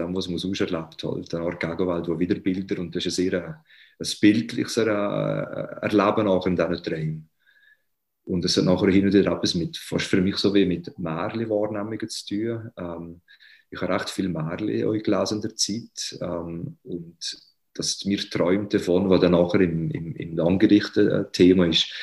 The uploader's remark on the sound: In der ersten Zoomfolge von In der Tinte